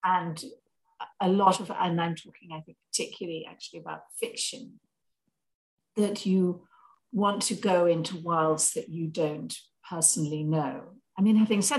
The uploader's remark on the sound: The Zoom connection was poor on this one.